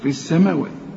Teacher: لام شمسية بتتحول إلى نفس الحرف اللي بعدها، تحول لسين